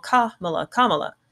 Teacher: So the accent is put on the first syllable, Kamala.